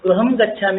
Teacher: अत्र सर्वत्रापि अनुस्वार मकारवत् एव उच्चारणं करणीयं